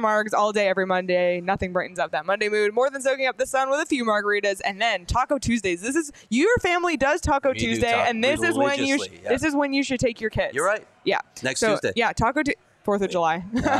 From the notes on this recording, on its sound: live from Love & Exile in Nashville